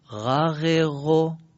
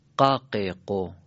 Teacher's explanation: غین رو باید چجوری بگیم؟ بله، نرم، سست و نرم باید بگیم. قاف چجوری باید بگیم؟ سفت و سخت، محکم بگیم.